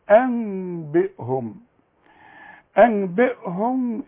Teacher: النون فوقها ميم. بيقول لك لو سمحت اقلب النون لميم